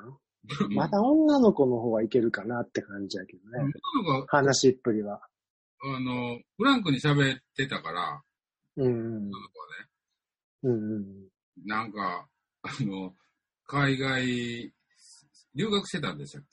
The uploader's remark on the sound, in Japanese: ZOOMで収録分から切り出し。エコーだいぶ解消しました。